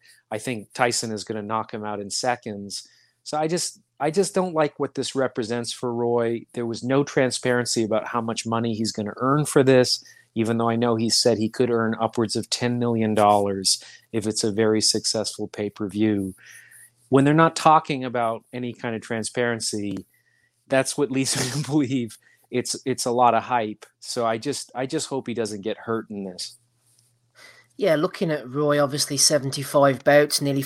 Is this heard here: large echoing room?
no